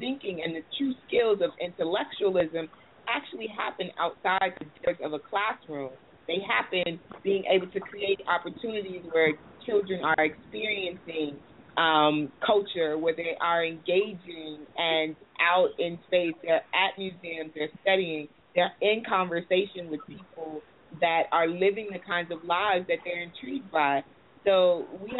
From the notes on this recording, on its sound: I was having sound issues!